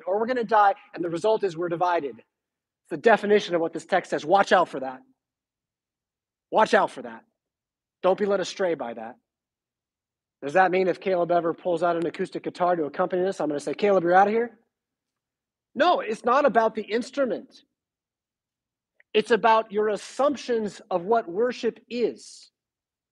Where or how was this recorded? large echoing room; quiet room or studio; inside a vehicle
large echoing room